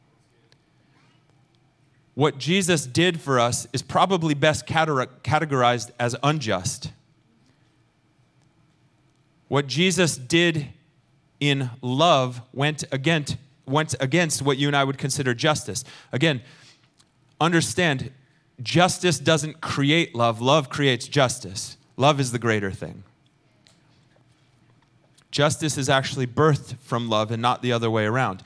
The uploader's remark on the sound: Recorded sunday evening service at Reunion Hawaii